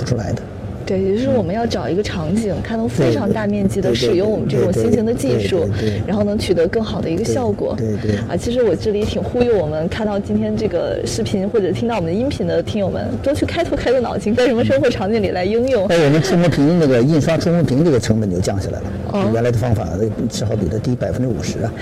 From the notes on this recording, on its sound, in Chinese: 带您走进2019慕尼黑上海电子生产设备展，为您带来最前沿的现场资讯